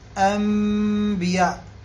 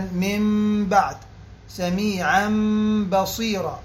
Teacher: تقلب ميما بغنة مع إخفاء الميم إذا سبقت أو إذا سبقت حرف الباء في كلمة، مثل أنبياء. · Term: الإقلاب